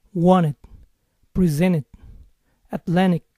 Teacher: La NT en algunas palabras al hablar rápido puede reducirse a N solamente.